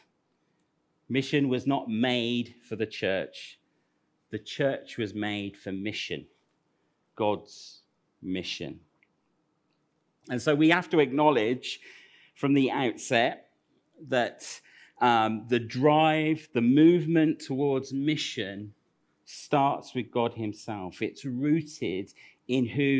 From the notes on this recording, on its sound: Recorded at Central Vineyard, 42 sheet street, Northampton 28th Nov 2021